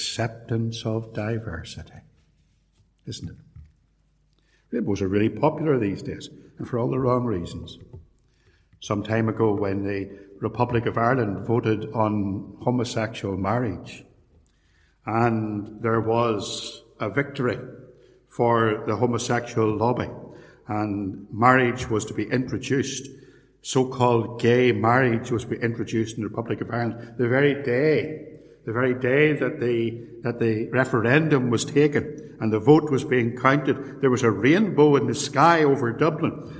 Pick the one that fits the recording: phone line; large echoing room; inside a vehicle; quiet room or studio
large echoing room